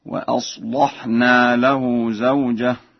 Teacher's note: قرأ ورش وأصلحنا بتغليظ اللام